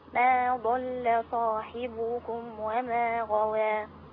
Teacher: خلي بالكم من كسر الحاء وضم الباء